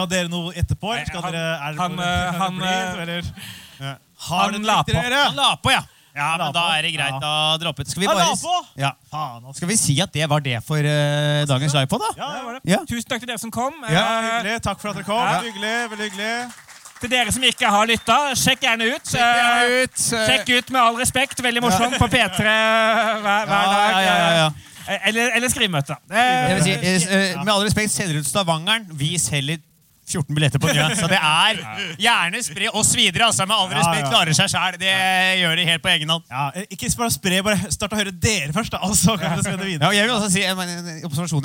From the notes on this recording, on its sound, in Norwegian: Skrivemøte live i oslo spektrum. I dagens episode er en spesial episode fra siste liveshow vi hadde i november.